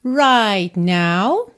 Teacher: você quase não ouviu o T de right